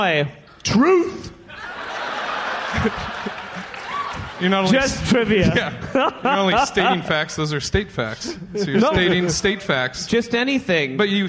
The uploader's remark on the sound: taped in Seattle, WA at Bumbershoot Arts and Music Festival